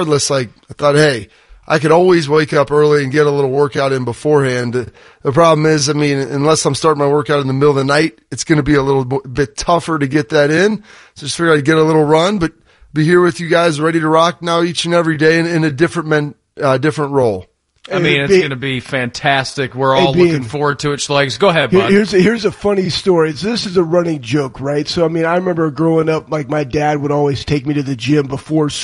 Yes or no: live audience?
no